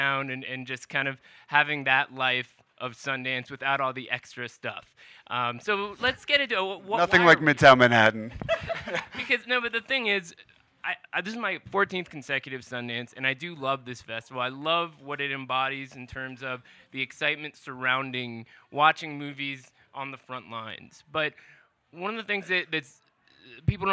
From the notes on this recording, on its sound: Live at Sundance 2020